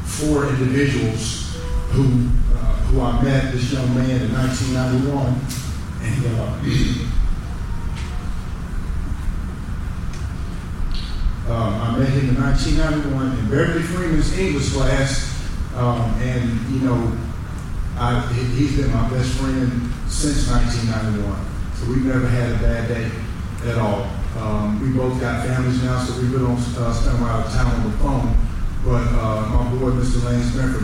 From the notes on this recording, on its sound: Live from the Limestone County Sports Hall of Fame induction ceremony